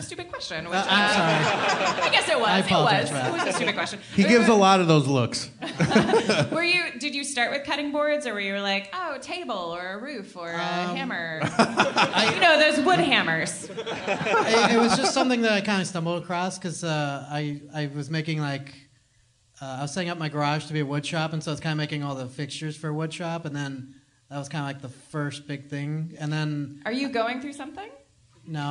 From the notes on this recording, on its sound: Live podcast in Seattle to a powerful crowd. LIVE from Seattle 2014.